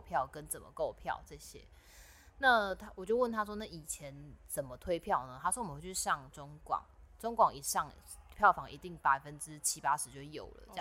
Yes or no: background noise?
yes